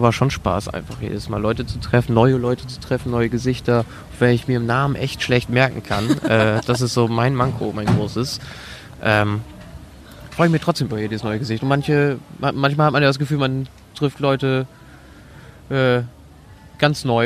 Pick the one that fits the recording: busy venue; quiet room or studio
busy venue